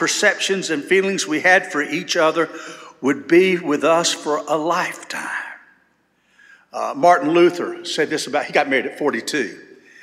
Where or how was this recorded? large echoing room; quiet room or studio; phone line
large echoing room